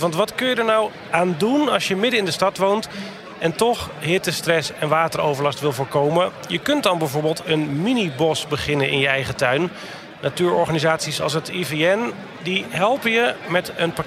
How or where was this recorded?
busy venue